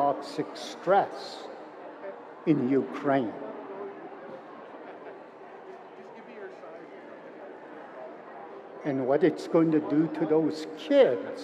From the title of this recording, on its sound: Recordings from the 2022 Siksika Health Fair